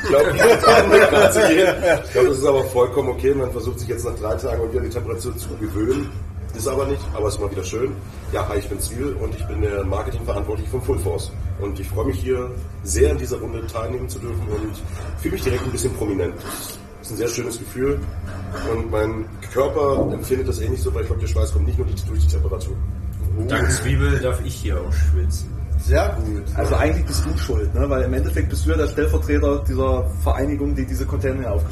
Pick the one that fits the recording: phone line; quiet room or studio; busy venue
busy venue